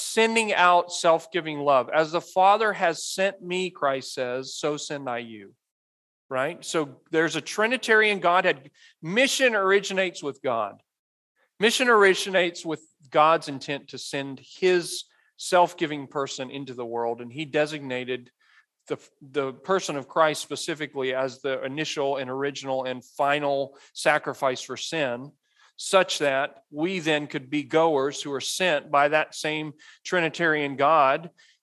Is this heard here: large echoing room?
yes